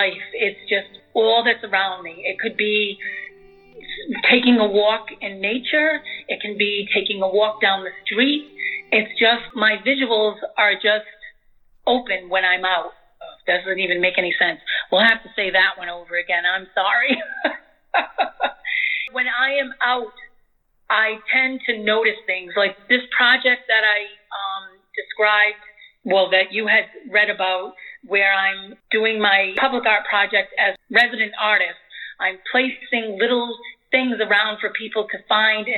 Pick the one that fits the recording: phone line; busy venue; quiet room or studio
phone line